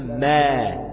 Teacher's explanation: هيبقى حصل تباعد بين عضوان النطق في حالة التحرك، الشفتين بعدوا عن بعض · Term: القلع